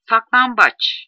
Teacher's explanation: Türkçe'de kullanılan bazı kelimelerdeki B ünsüzünden önce gelen N ünsüzü M'ye dönüşür.